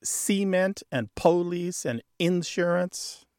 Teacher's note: that stressing of the first syllable in some words that in other dialects of English, they don't stress the first syllable, is a well-known feature of some parts of the Southern English dialect map.